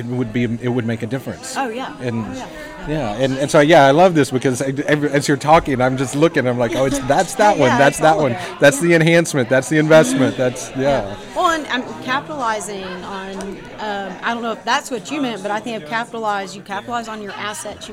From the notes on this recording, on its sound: Recorded at the 2022 Preservation on Main Street Conference in Deland, Florida.